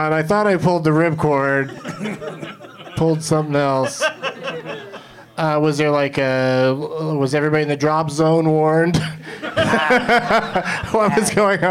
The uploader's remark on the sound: Live from The Lab at the Hollywood Improv